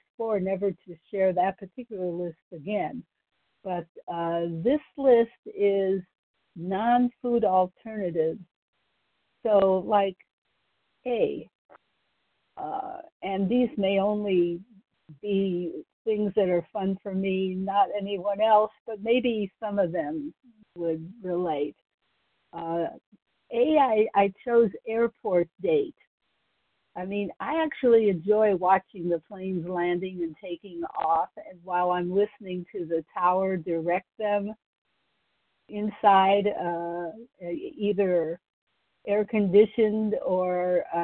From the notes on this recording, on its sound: Qualification from the 100 Pounders Phone Meeting.